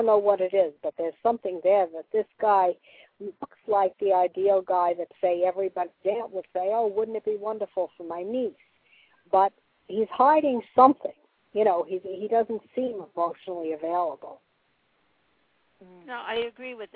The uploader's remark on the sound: live call-in radio talk show